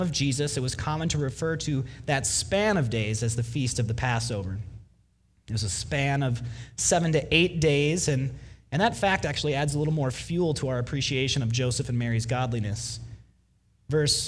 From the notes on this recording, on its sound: Delivered Sunday, December 29, 2019 at Woodridge Community Church (New Berlin, WI).